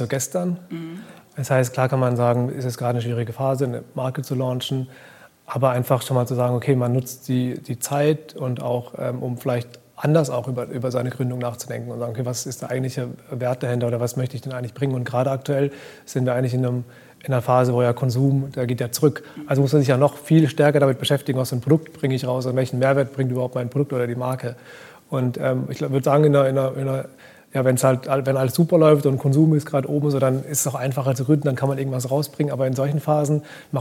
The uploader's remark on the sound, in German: Live vom Demo Day des 6.